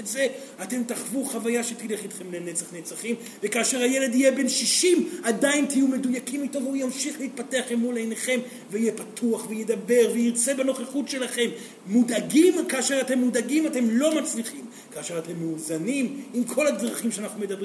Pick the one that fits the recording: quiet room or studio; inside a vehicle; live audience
live audience